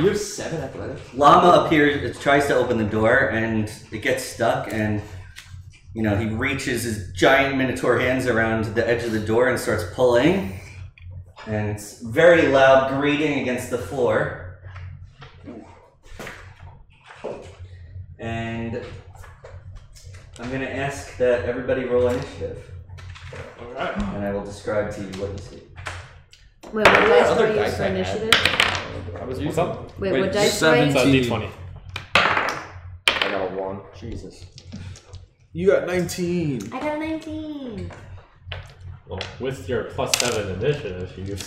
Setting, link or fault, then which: fault, poor sound quality